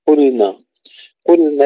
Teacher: اللام الساكنة ننتبه أن نظهرها، لا ندغمها في النون ولا ندغم النون فيها